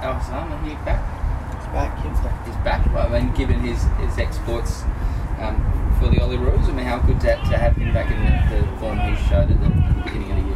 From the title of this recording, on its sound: Hyundai A-League 2019/20 Round 17 | Press Conference